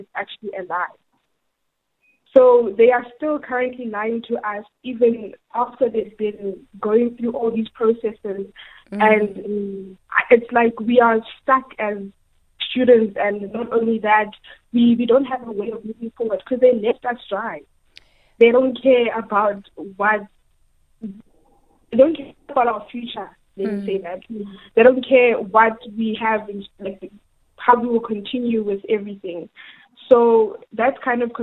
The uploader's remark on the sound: She called